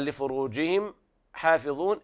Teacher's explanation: هم لفروجهم يعني ما فيها غنة، هم لفروجهم حافظون، وأيضا لفروجهم حافظون إظهار شفهي لوقوع الحاء بعد الميم الساكنة. حافظون، والضاء في ضمها من المرتبة الثالثة، ولا بد من ضم الشفتين ضما كاملا حتى نتلاشى إخراج حرف المد من الخيشوم، فلا بد أن يخرج من جوف الحلق.